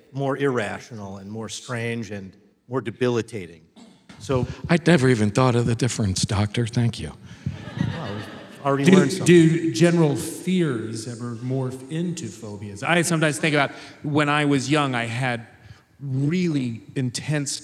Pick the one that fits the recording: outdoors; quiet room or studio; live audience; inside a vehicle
live audience